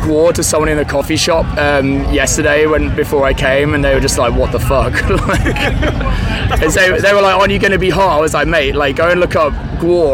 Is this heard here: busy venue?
yes